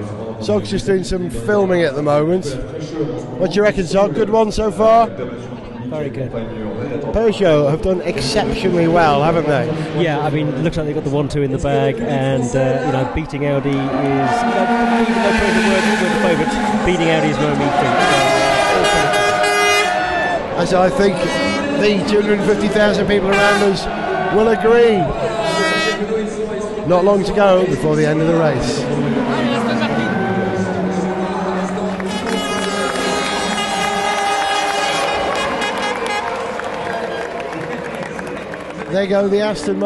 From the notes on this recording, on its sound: 94 Le Mans 2009. Capture the sounds and atmospheres of the race start, the circuit at night and the dramatic moment as Peugeot cross the line as winners.